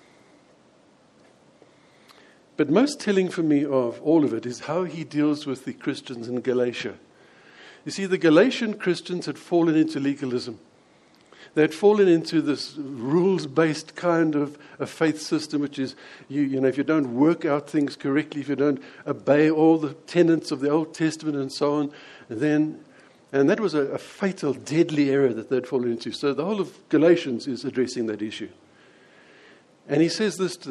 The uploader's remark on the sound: preached at Lonehill Village Church on Christmas day.